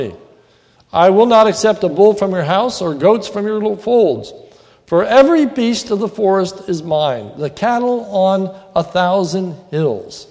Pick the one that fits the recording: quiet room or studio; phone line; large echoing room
large echoing room